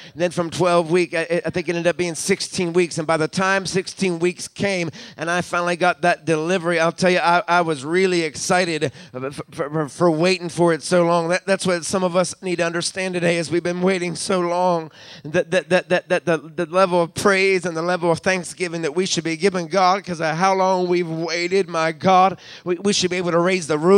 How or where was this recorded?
large echoing room